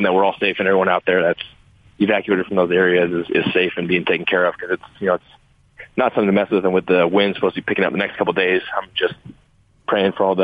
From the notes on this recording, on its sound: Called in to talk about what he's been up to during the Bye Week.